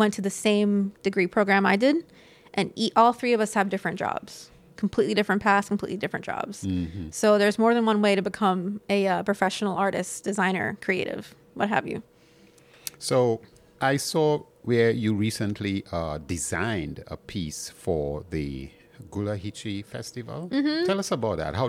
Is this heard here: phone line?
no